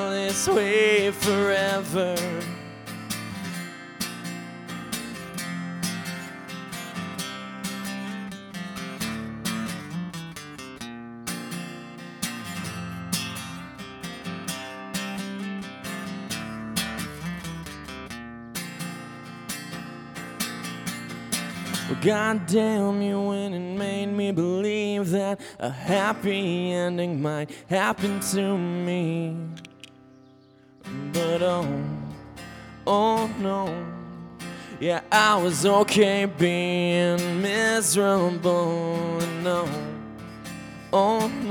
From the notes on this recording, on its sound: This bonus episode is from a live recording of The Groove Life Podcast that originally took place at Hospoda in Cedar Rapids on June 23rd, 2023. From our live show back in June - a short interview (followed by a musical performance).